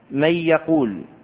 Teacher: فالنون الساكنة في الكلمة الأولى أدخلت في الياء الواردة في الكلمة الثانية فصار جميعا حرفا واحدا مشددا هو الياء · Term: الإدغام